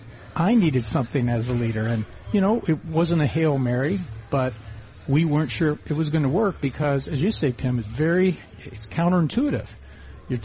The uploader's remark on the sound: Broadcasting Live from the Bloomberg Breakaway Summit in NYC.